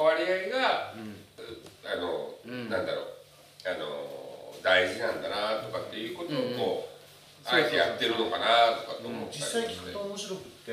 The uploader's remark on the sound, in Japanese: 肘折夜市の湯治場ラジオ酒場をご利用いただいたみなさん、ご寄付いただいたリスナーのみなさんのおかげで、マイクを新調いたしました！新しい録音環境になり、まだセッティングが甘い録音となっております。